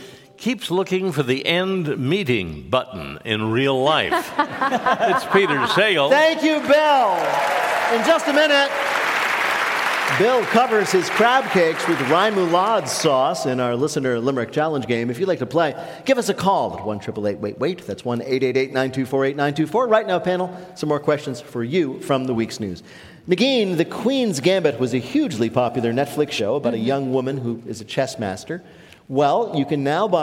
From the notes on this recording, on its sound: at the Harris Theater in Chicago